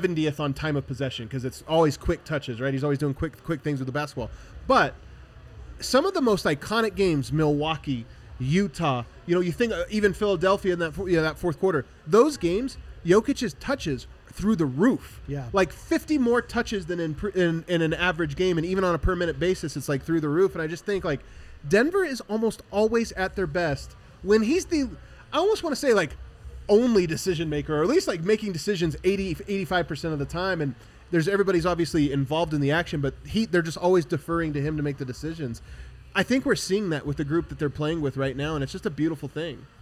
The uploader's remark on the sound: The guys are live from the DNVR Bar